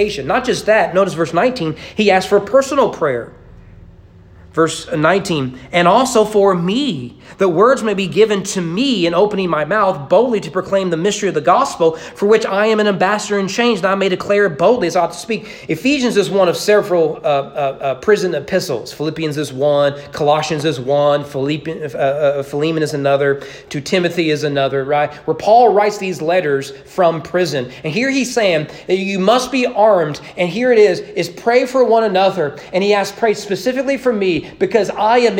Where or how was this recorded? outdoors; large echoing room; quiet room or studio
large echoing room